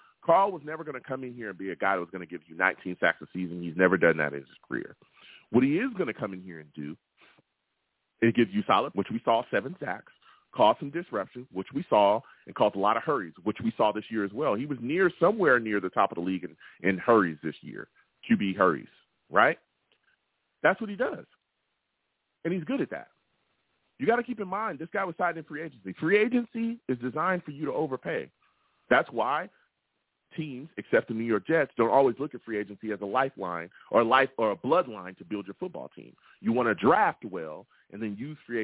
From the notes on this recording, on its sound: I take live callers!